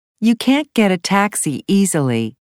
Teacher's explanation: Notice how the T in can't and shouldn't is not strongly pronounced.